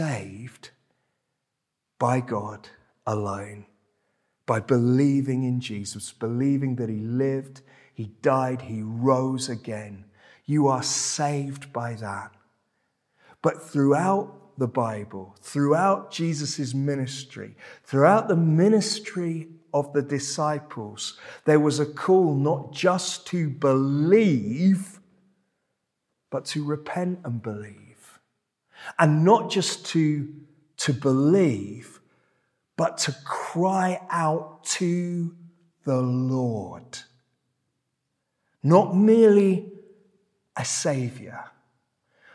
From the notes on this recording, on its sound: This sermon was preached at Welcome Baptist Church on Sunday 2nd July 2023.